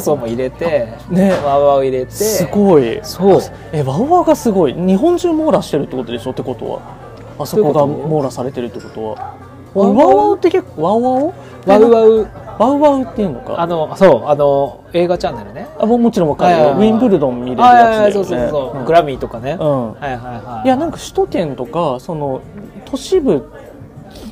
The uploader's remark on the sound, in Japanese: 初の勝手に公開収録、居酒屋店内でのゆるゆるフリートーク回です。